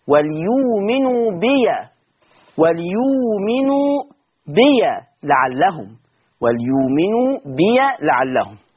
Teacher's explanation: قرأ ورش بفتح ياء بي وصلا